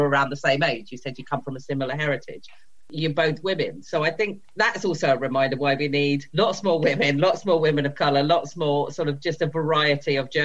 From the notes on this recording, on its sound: our second gig via the wonder of Zoom